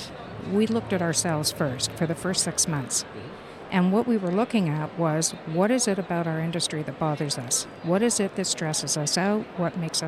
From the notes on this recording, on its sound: Live from buzzing and immersive IMEX 2023 in Las Vegas, USA